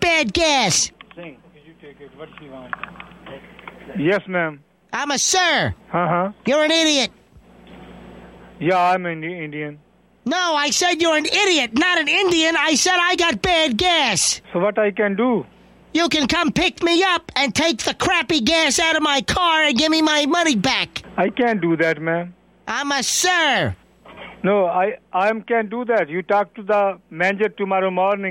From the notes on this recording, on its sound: RBCP's Personal Prank Phone Calls Collection